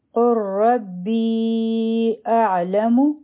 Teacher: کړو د با د لاندې کسره ده او یا خالی ده دا حرف مد ده او مخکې همزه راغی نو دا مد منفصل جوړ شو دا څه دی مد منفصل نو دا به مونږه پنځه حرکه